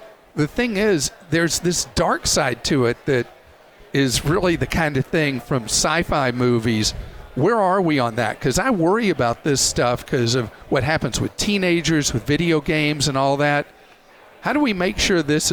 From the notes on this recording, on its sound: LIVE from CES